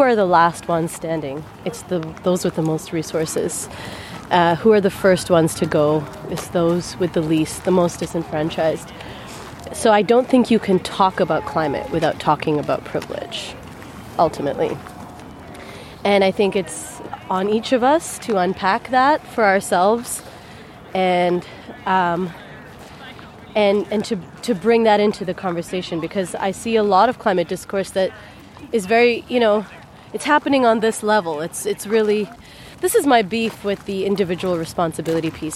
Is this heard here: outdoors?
yes